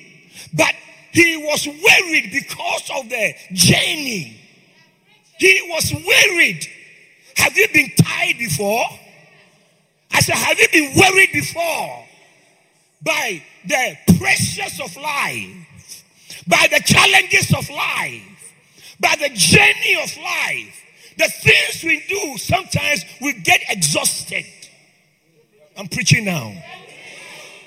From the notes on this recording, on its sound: This is a message I preached at the Greater Love Church.